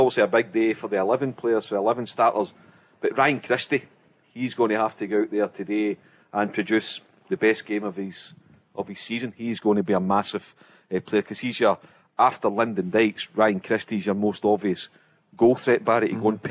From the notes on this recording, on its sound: Live from The Radisson Red in Glasgow on The Go Radio Football Show.